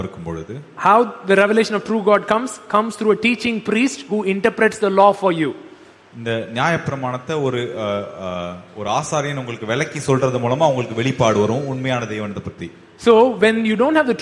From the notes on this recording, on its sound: Live Church Service